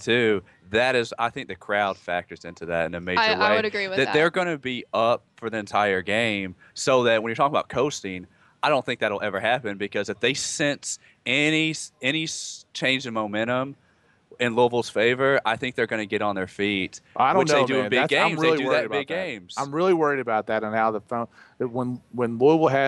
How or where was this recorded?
busy venue